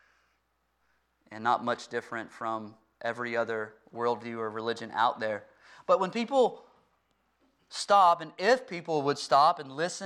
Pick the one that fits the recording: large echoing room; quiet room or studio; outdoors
large echoing room